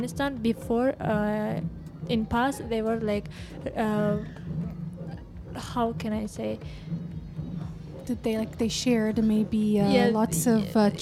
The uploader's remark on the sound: Live from SHD 2023. UOS College of Fine Arts and Design.